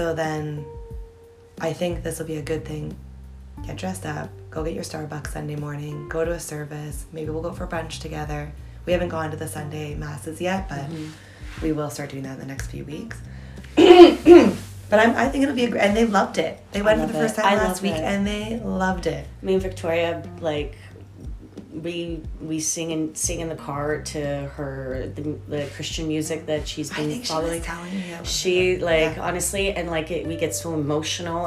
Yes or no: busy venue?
no